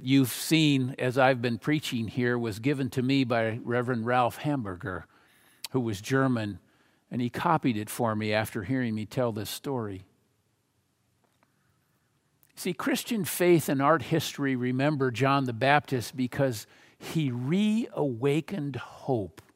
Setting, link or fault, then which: setting, large echoing room